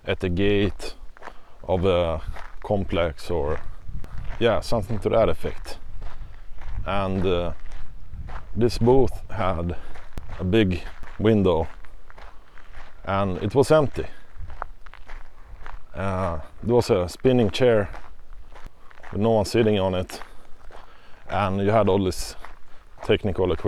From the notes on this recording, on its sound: we head to an outdoor setting for the first time and experience various surrounding sounds (noizz)